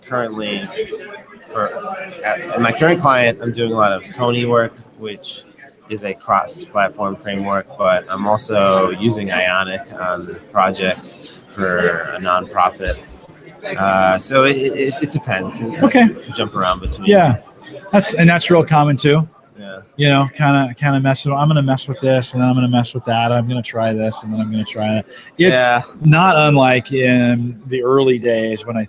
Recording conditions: busy venue